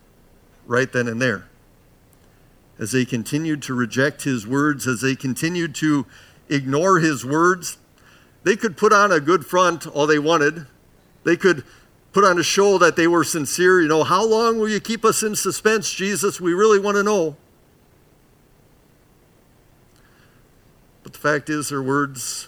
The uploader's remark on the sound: Bethany, Appleton, WI. Preached this sermon at Bethany's Saturday worship on May 7, 2022.